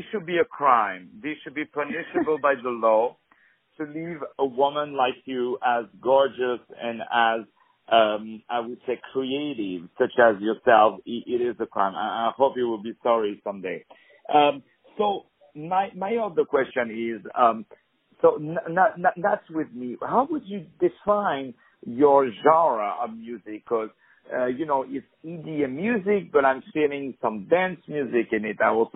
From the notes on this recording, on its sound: On the phone